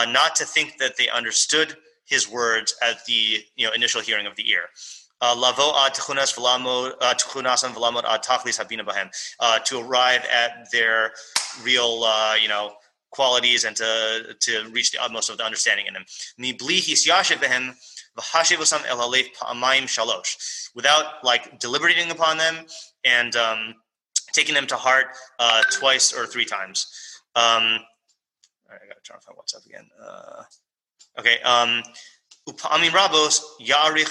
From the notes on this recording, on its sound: Morning Mishlei shiur given at YBT. This is the continuation of our interrupted Zoom session.